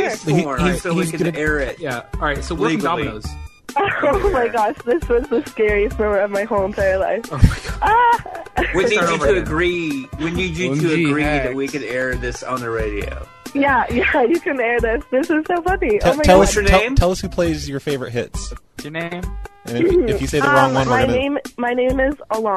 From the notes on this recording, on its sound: …'s Personal Prank Phone Calls Collection: pizza - salmonella.